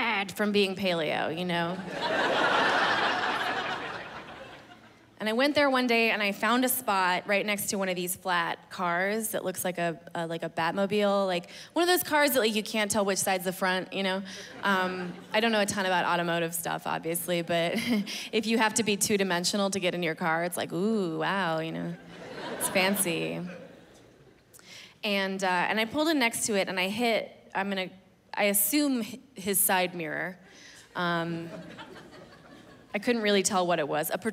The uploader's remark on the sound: hour long special taped at the Gothic Theater in Denver, CO.